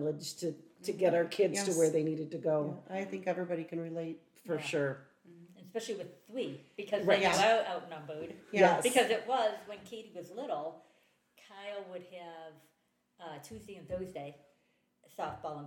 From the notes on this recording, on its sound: As this was recorded at the kitchen table our recording levels are a bit lower than normal so listeners may have to pump up the volume. Family dog Ellie, though not a mother, decided she wanted to be part of the discussion at one point.